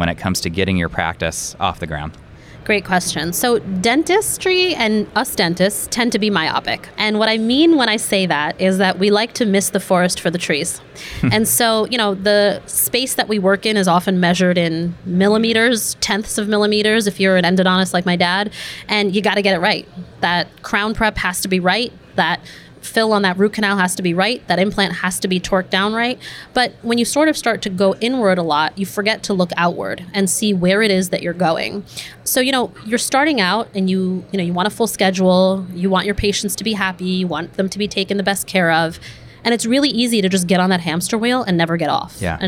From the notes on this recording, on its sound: taped live at the Greater New York Dental Meeting in Manhattan